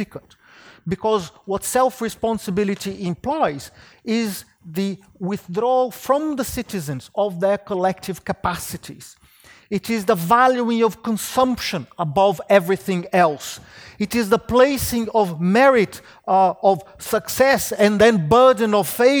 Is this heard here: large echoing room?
yes